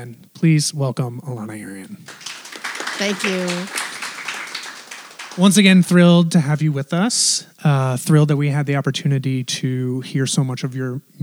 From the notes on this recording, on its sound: At TI Crosstown during her visit to Memphis. Recorded in front of a live audience.